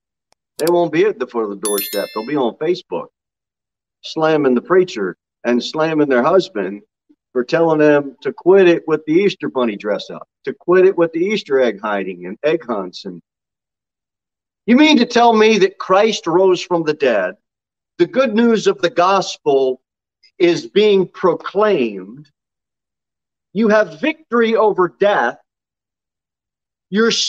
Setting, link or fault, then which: setting, large echoing room